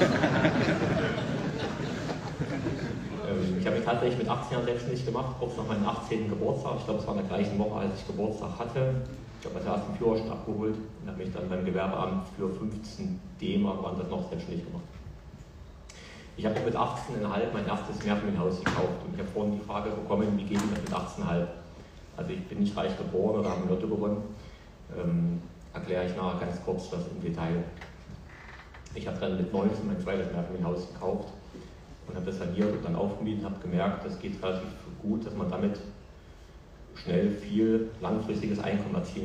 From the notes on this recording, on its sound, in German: Sein authentischer Vortrag am Wochenende. Leider ging das Mikrofon nicht und die Soundqualität ist relativ schlecht und ihr hört meine wunderbare Lache immer wieder haha...